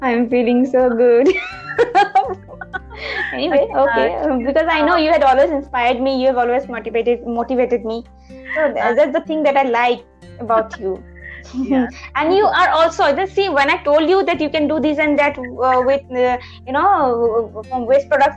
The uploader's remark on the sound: Please forgive us for the glitches.